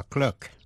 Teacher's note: Thế còn cách phát âm của chữ clerk, miền Nam nước Anh, trong tiếng Anh chuẩn, received pronunciation, chữ clerk đọc là clerk. Trong tiếng Mỹ, đọc là clerk với vần ơ. Tiếng Anh đọc là clerk với vần r.